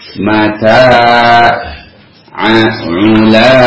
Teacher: itu mad tabi'i yang memanjangkan huruf yang berharakat fathah